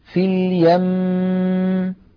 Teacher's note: هل تذهب الغنة عند الوقف؟ أبدا، تبقى في الوقف كما كانت في الوصل، فنقف عليها هكذا في اليم، أعيد في اليم، تماما كما نطقناها في حالة الوصل.